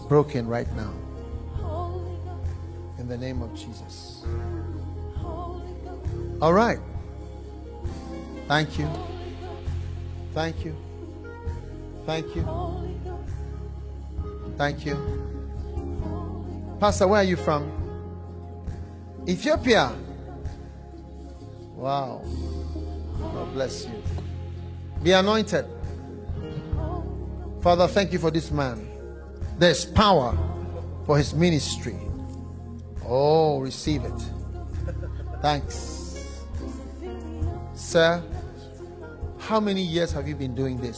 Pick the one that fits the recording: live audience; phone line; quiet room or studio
live audience